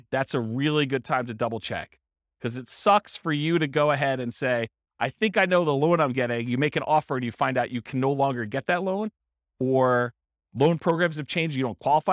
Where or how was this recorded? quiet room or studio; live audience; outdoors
live audience